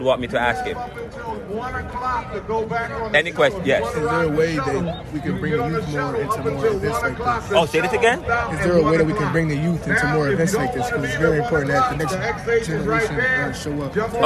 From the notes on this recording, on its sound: Broadcasting Live from the “Stop The Violence March in Philadelphia Pennsylvania. We started at Roosevelt Middle-school on Tulpehocken street and ended at MLK High School on Stenton Avenue Philadelphia, where the March turned into a Fair with hundreds of city residents and professionals, young and old, police and politicians and political.